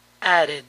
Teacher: Todo verbo que termina con el sonido de, al añadirle ed, este se pronuncia id, id. Noten que la D inglesa entre vocales suena como eri